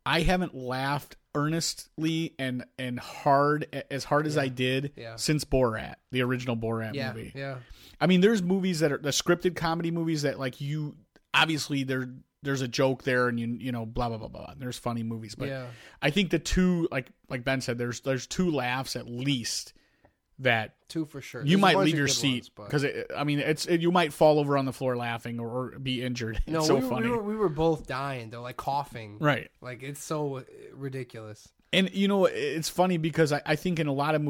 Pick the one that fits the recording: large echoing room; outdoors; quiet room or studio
quiet room or studio